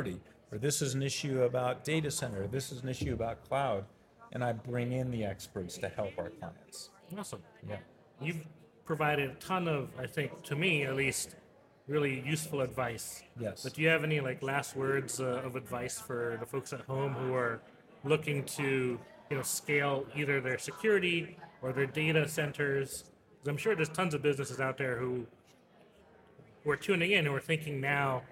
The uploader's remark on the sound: Special podcast series previously hosted LIVE from the EsportsNext 2023 conference.